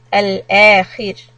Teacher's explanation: When you stop on Ra, there's a kasra on the previous letter, so we make it soft.